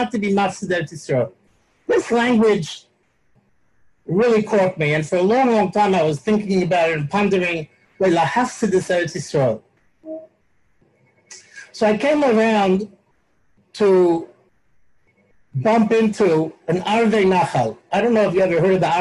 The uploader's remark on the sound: Live on Zoom 7-19-2020